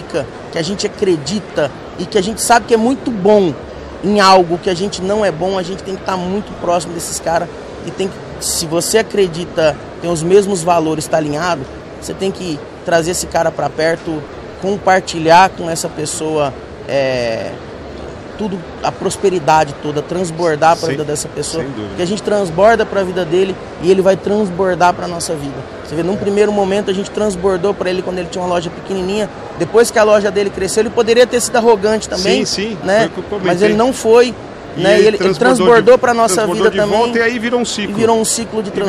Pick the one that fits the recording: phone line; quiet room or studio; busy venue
busy venue